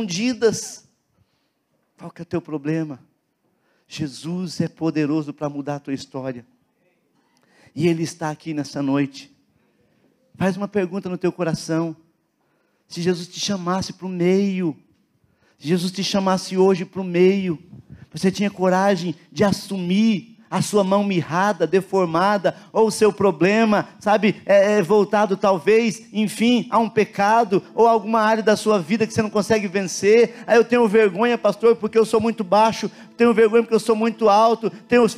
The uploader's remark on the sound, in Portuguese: na Igreja ABA Curitiba (Transmitido ao vivo)